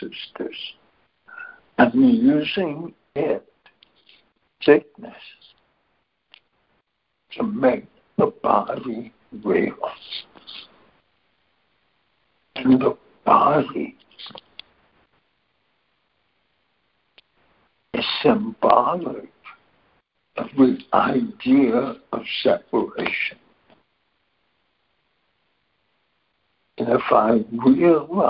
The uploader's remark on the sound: ACIM Daily Conference Call